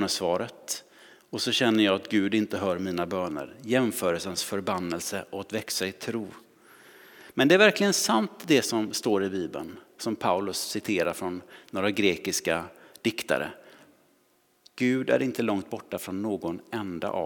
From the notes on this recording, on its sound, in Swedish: Inspelning från Immanuelskyrkan Skövde.